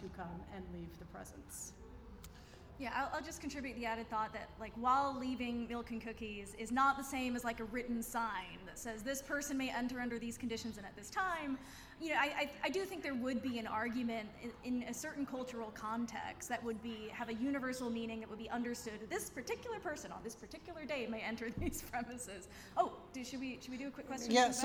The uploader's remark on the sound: Recorded live at Fan Expo San Francisco! FanX San Francisco.